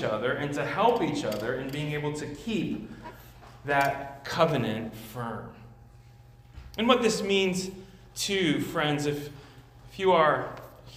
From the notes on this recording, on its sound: at Immanuel Church of Orange County